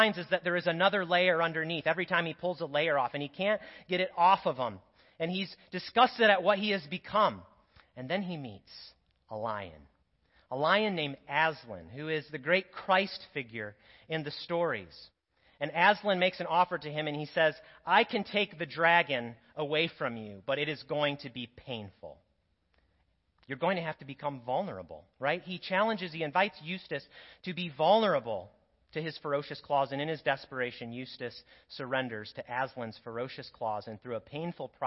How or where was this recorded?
large echoing room